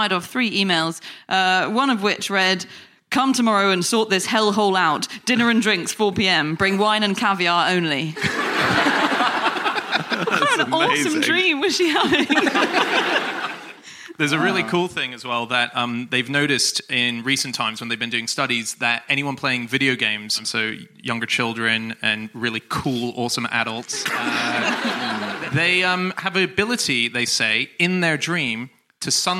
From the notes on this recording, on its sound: Live from The North Wall Arts Centre in Oxford